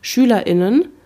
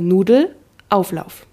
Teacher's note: Und das ist dann der Glottisschlag. Also das ist im Kehlkopf so ein Bereich. Da breche ich halt das Wort ab und mache weiter.